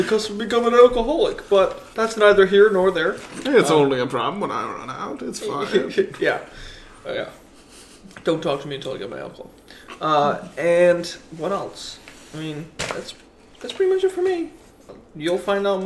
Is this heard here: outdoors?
no